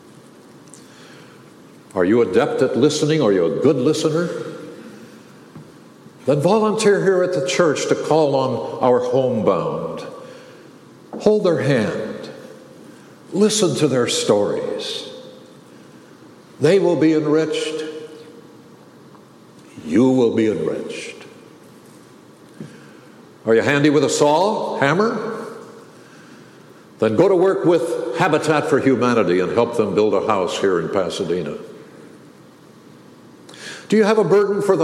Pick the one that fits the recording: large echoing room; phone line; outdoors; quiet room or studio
large echoing room